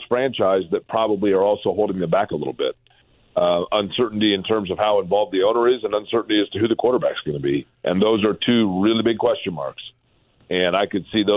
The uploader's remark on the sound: goes back to the phone lines